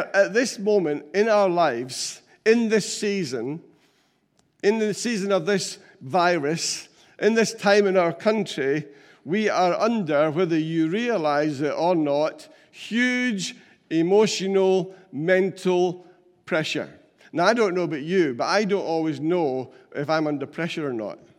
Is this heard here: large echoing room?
yes